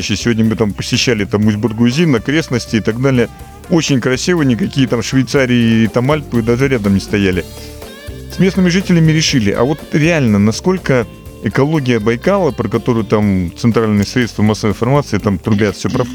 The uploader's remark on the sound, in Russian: Записано в Максимихе на берегу Байкала в полевых условиях в начале марта 2023 года.